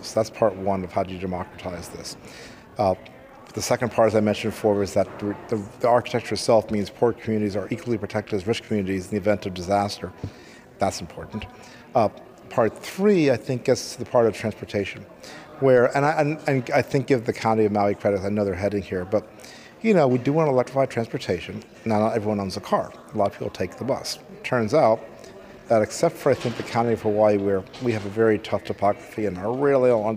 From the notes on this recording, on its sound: at the Hawaii Energy Conference